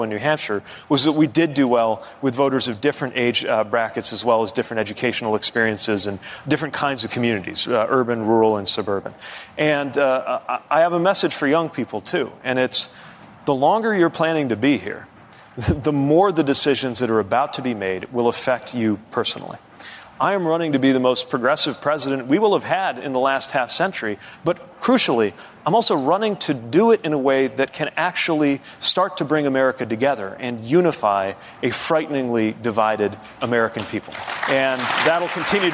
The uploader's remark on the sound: Answers questions from voters in Nevada during a live town hall. In Las Vegas.